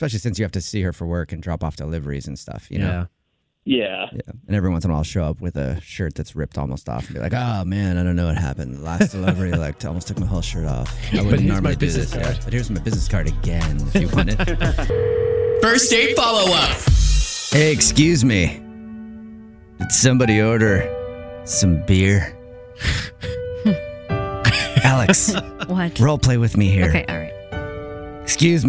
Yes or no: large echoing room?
no